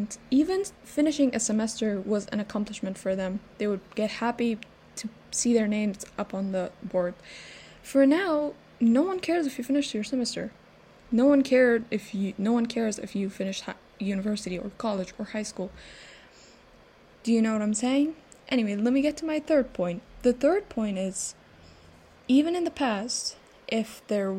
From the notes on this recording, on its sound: please ignore the background noises